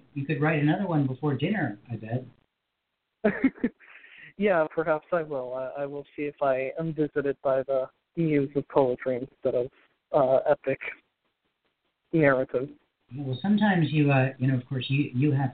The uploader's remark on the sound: Who called in and shared poetry today. Worldwide Open Poetry Reading. Thanks to poets from Springfield, MO, Washington, DC, Los Olivos, CA, Boston, MA, Pasadena, CA, and Sioux St.